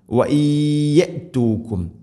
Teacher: സാക്കിന നൂന് ശേഷം യാ ഇദ്ഗാം ബിഗുന വഇയതുകും. വഇയതുകും നൂനിനെ യാഇലേക്ക് ഇദ്ഗാം ചെയ്ത് മണിച്ചുകൊണ്ട് ഉച്ചരിക്കണം